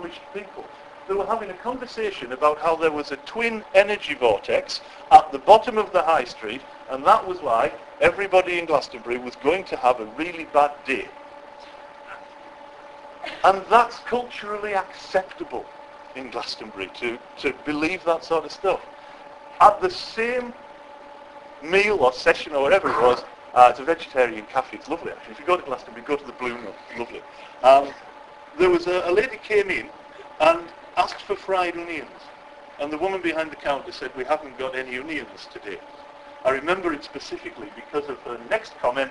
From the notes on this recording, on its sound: This is the first part of a lengthy keynote speech I gave to a group of care providers at their conference in Walsall, UK. The remit was to fill 1hr and 45 minutes with a single break which was quite a big ask.